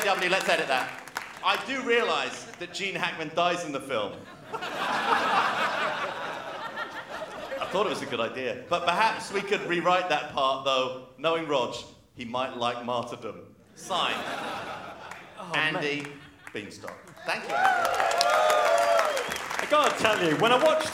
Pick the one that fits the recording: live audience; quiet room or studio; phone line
live audience